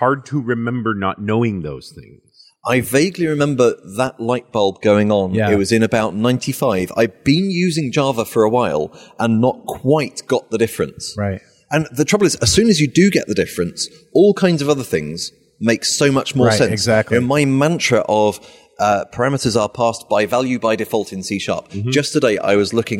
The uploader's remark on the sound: While at the Norwegian Developers Conference